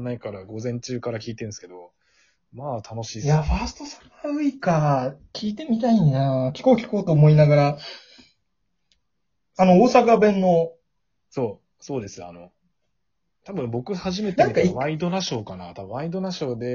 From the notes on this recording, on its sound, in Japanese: リモート収録